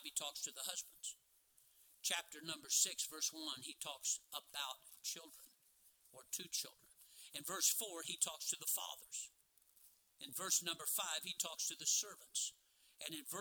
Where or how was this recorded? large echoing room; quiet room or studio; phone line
large echoing room